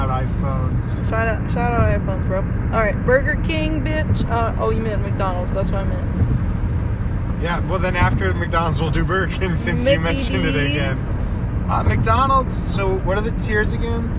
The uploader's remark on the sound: While recording this we were driving home from Pontiac,Michigan